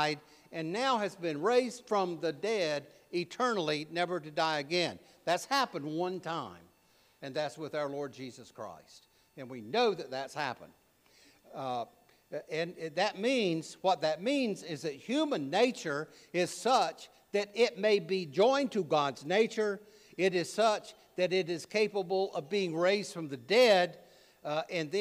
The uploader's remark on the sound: preached at All Saints Anglican Church in Charlottesville, VA on May 21, 2023